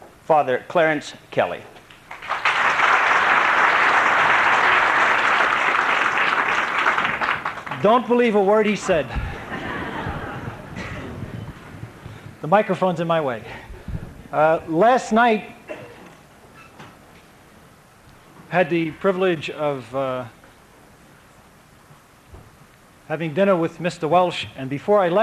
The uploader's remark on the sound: speaks about his book at the 1974 Rally for God, Family, and Country Boston, MA